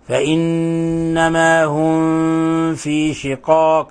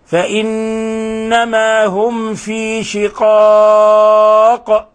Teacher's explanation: احذر إنك تضغط على الميم الساكنة عند الفاء · Shown in: second take · وتذكر قول الناظم واحذر لدى واو وفاء تختفي، فلا يجوز أن تقرأ هكذا. · Term: الإظهار